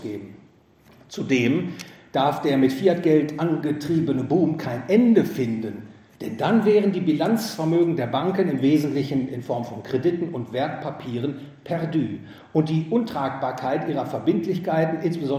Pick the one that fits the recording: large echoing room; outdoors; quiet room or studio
large echoing room